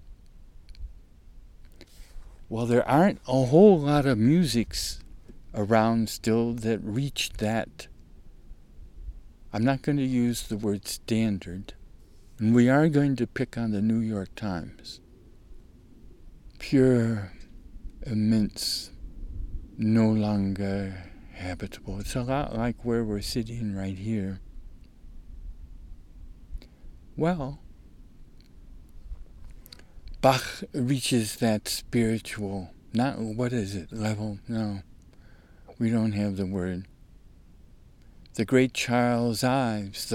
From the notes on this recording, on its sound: RECORDED THIS SUMMER, at a beautiful alpine lake in the North WALLOWAS